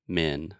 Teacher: with men, the vowel sound is the eh, and then the n changes it, closes it a little bit